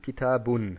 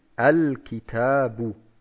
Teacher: Diese Nunation, das heißt, dieses Nun am Ende fällt dann weg. · Shown in: second take